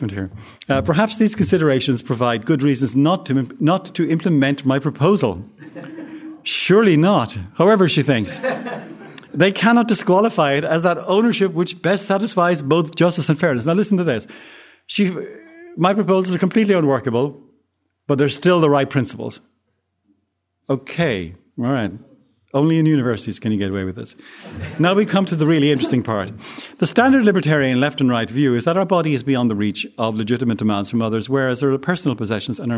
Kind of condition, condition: setting, large echoing room